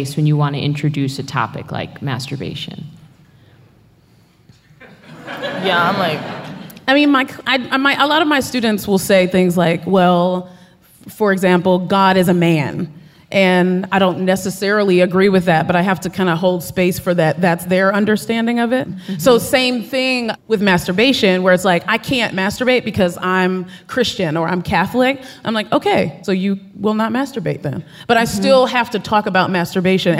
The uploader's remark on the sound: An edited down version of a Gonads Live show. "Sex Ed" is an edited* recording of a live event hosted by Radiolab at the Skirball Center in New York City on May 16, 2018.